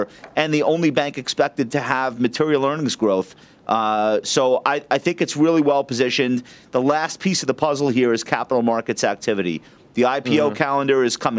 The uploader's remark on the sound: live from the American Century Championship celebrity golf event in Lake Tahoe